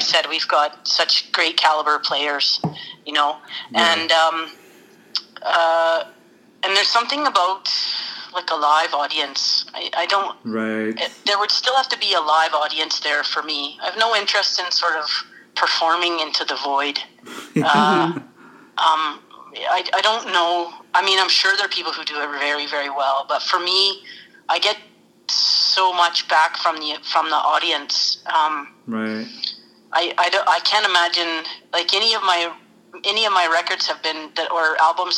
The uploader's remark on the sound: get a phone call